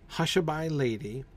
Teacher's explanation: Hush-a-bye lady establishes the pattern. Stress, unstressed, unstressed, stressed.